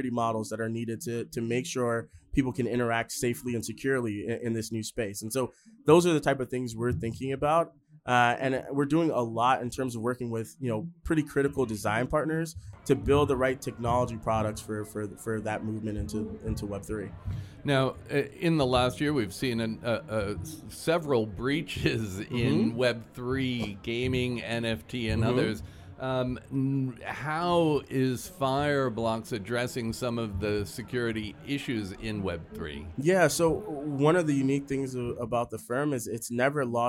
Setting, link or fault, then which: setting, busy venue